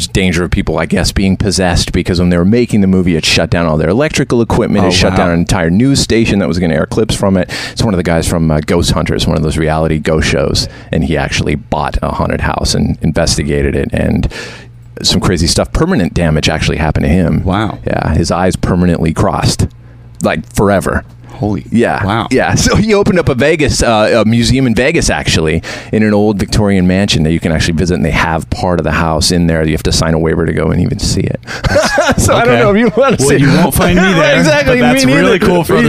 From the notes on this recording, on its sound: We take you live to the tour bus.